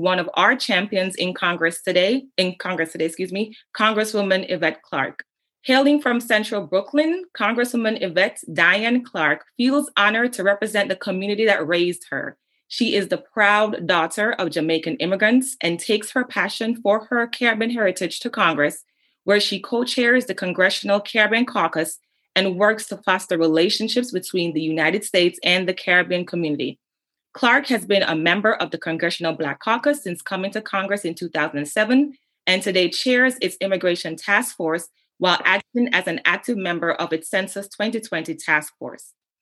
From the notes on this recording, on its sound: This episode is a recording of the Virtual Town Hall - Caribbean Americans Vote: The Power of Our Vote and Voices in 2020.